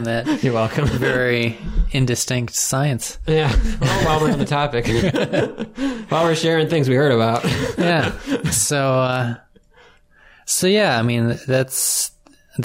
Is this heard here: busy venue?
no